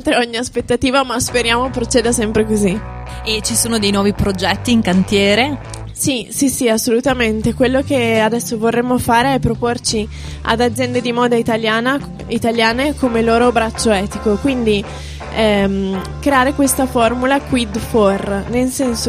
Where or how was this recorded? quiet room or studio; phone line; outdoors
outdoors